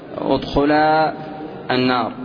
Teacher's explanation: الشاهد في قوله ادخل النار، الشاهد في ادخل النار، ادخل هذا أمر للاثنين، للمثنى، لامرأة لوط وامرأة نوح، ادخل النار، ادخل ألف، والنار اللام فيها شمسية، فالنون مشددة بحرفين، النون أولى ساكنة ونون ثانية متحركة. لما تقول ادخل النار، هل تبقى الألف أو تحذف في اللفظ؟